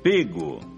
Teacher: Mas com a pronúncia fechada, pego. Evite a pronúncia aberta.